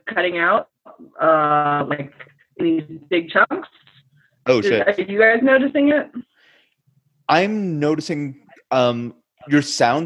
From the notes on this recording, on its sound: the audio here is taken from our Zoom call, so the quality is somewhat diminished